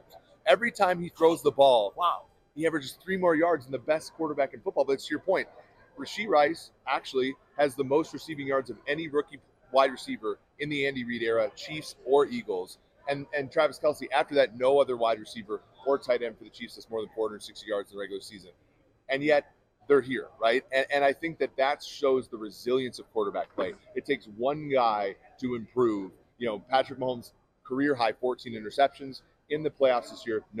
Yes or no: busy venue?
yes